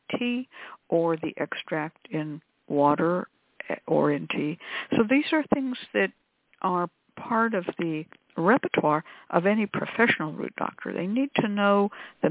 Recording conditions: phone line